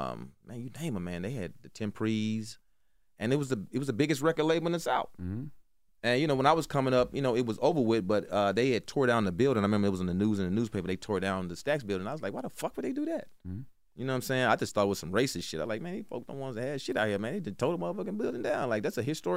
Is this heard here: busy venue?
no